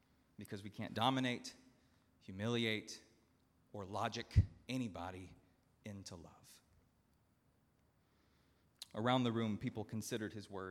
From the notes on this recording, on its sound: at Northminster Church on August 25, 2019